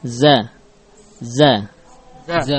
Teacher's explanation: Za atau huruf ini keluar dari ujung lidah · Term: zai